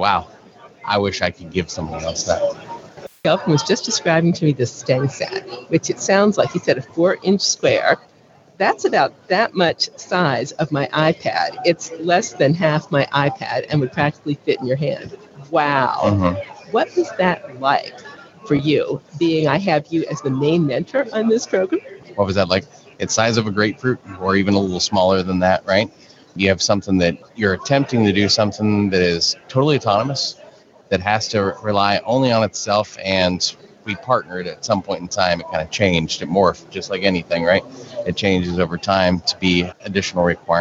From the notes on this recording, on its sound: An Over Coffee® special-edition podcast, recorded onsite at Podcast Movement 2019.